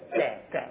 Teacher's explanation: فمثلا القاف والكاف من أقصى اللسان